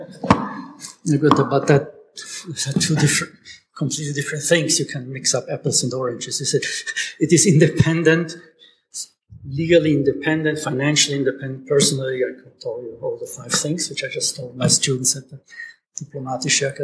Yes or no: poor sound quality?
yes